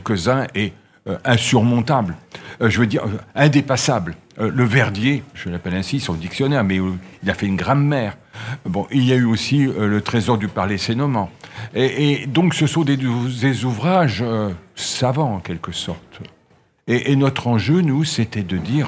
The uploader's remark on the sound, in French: Sur les radios de la FRAMA en direct du salon du livre. En direct du salon du livre dimanche 2 octobre 2022.